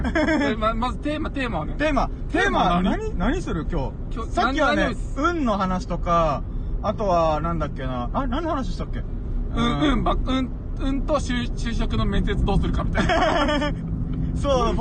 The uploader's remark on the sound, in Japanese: ダラダラドライブトーク。コラボ収録。